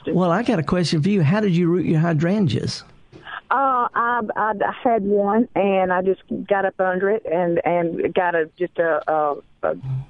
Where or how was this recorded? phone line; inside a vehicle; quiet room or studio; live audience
phone line